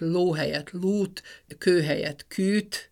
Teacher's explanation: a középső nyelvállású magánhangzókból, az éből, óból, őből lesz i, u, ü · Term: zárt tendencia